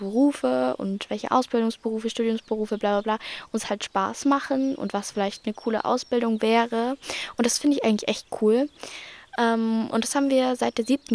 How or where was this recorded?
outdoors